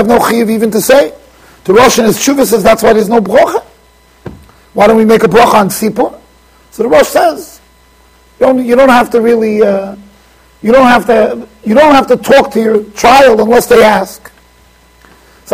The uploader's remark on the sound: Shiur recorded in Yeshivas Ohr Reuven, Monsey NY.